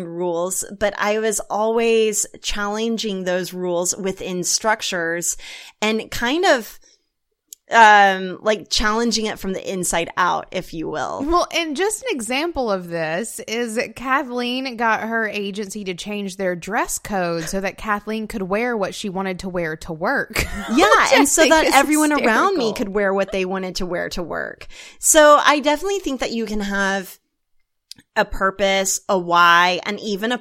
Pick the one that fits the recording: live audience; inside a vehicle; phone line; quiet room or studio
quiet room or studio